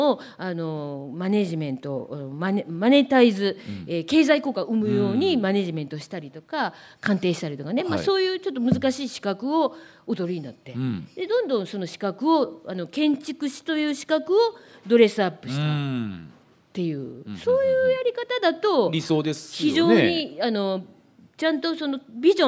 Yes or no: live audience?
yes